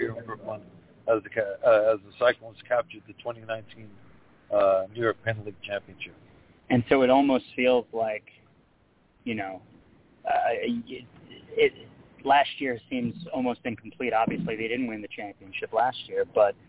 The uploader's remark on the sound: At a Historic Brooklyn Cyclones Opening Day! LIVE from the first April professional baseball game in Brooklyn since 1957.